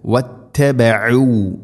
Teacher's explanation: عَيْن തൊണ്ടയുടെ മധ്യഭാഗമാണ് മഖ്റജ്